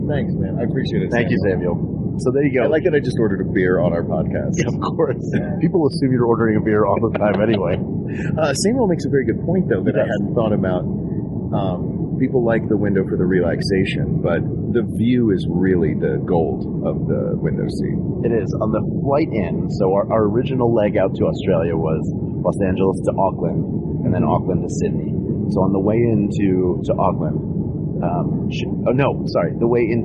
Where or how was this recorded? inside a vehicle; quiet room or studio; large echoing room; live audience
inside a vehicle